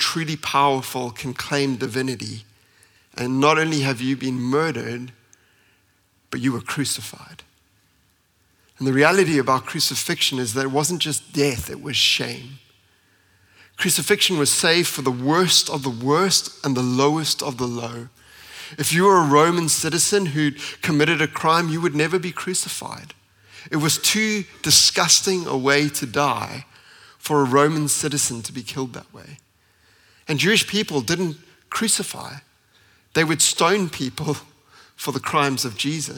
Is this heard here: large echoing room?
yes